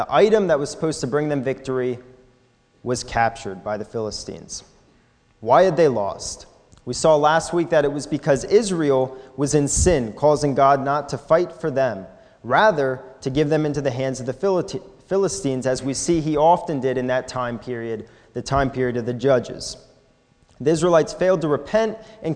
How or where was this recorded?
large echoing room